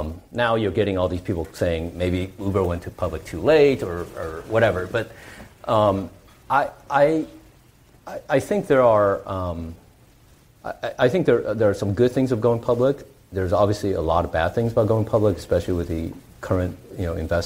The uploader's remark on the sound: He was interviewed in front of a live audience in San Francisco.